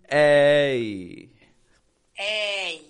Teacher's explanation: We are going to bring it up, and as it comes up, it kind of fades away in the sound. It goes from being that strong eh to a fading e.